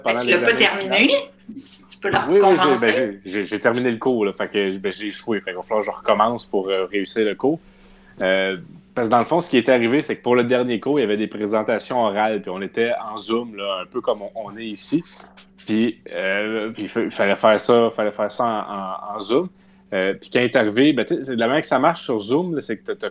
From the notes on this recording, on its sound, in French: Enregistré sur appel vocal Facebook